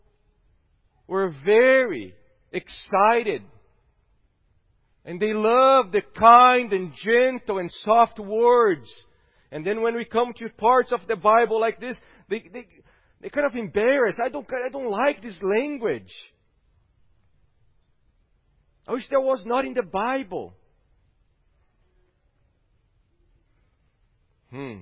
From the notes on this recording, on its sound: at Gracious Cross Reformed Church Salem on Sunday, January 24th, 2021.